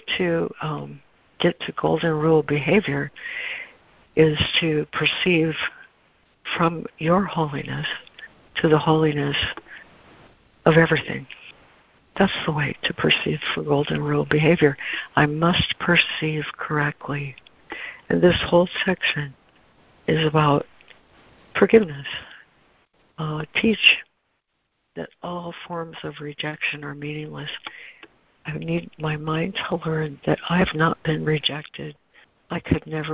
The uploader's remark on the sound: ACIM Daily Conference Call